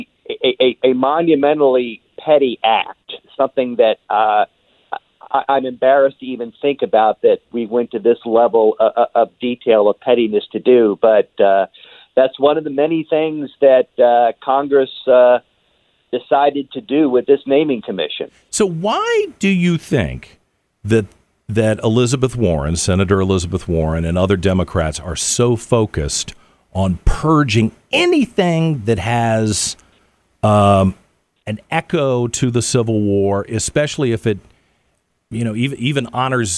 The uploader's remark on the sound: calls in to the show